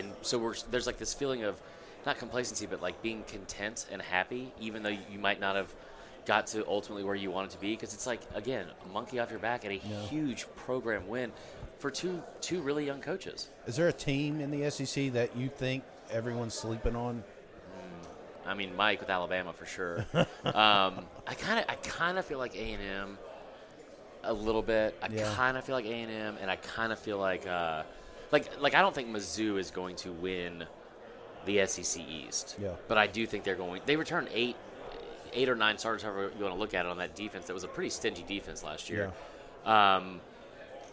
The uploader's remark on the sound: live from 2023 SEC Media Days!